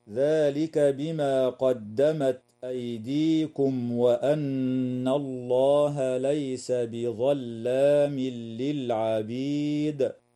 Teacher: الميم الساكنة في كلمة أيديكم وقعت قبل حرف الواو، فحكمها الإظهار الشفوي، والنون المشددة في كلمة وأن حكمها الغنة وصلا ووقفا، ويدغم التنوين في اللام من غير غنة في قوله تعالى: ليس بظلام للعبيد.